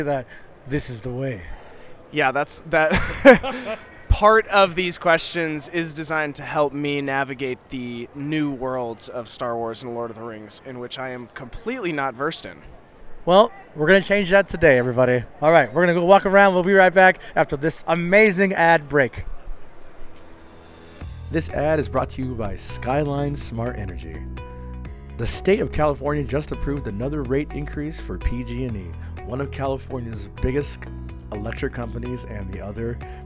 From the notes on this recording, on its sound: Live” From Fan Expo SF 2023.